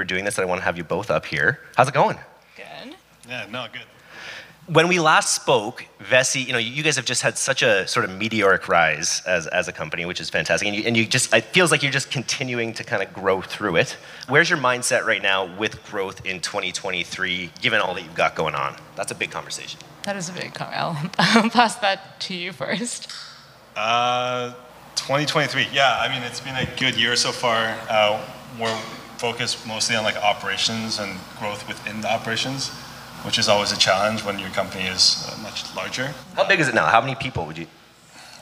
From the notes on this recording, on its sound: the fireside chat from our last Vancouver DTC Meetup